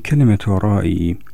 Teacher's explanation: في الحقيقة هذه الكلمة فيها مدان، المد الأول هو للألف، ومد هذا المد الطويل بسبب مجيء الهمزة بعده فهو مد متصل، والمد الثاني للياء الساكنة التي سبقت بكسر كان مدا طبيعيا